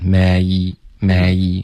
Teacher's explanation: 这个 may 的双元音滑动需要再滑得饱满一点